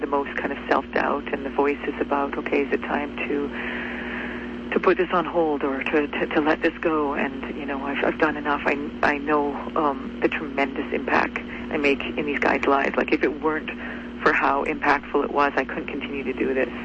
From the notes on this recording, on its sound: had a very special guest via phone